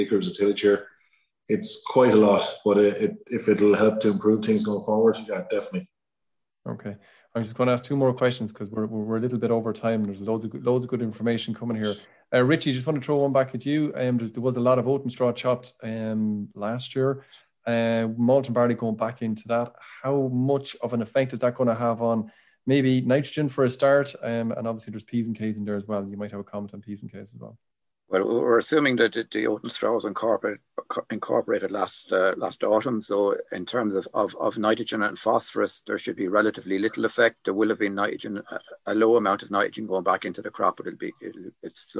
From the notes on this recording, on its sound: Revisits the questions and answers from the Malting Barley Webinar. Answered questions that were asked by attendee farmers during the webinar.